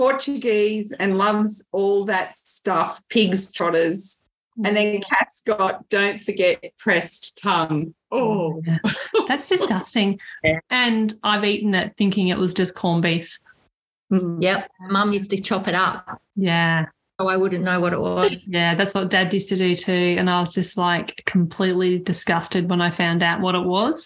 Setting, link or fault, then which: link, video call